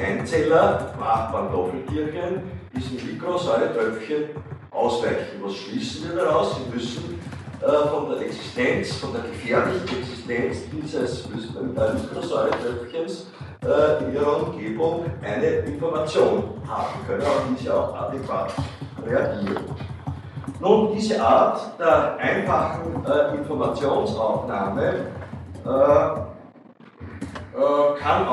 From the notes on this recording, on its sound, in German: Diese Vorlesung wurde von Studierenden der Universität Wien aufgezeichnet